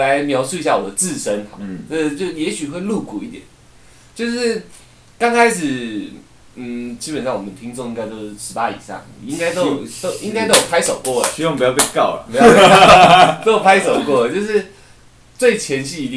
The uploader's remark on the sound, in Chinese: 平常用的麥克風今天忽然出況了，趕快去便利商店買一個頂著先，音質有很大的差別，請不要介意。